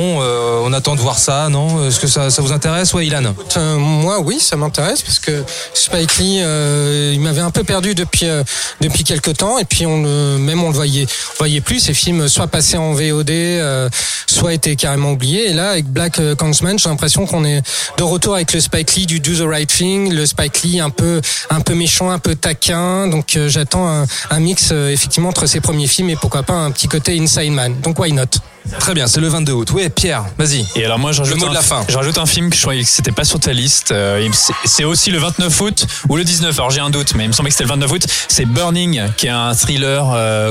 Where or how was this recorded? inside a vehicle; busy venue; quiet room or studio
busy venue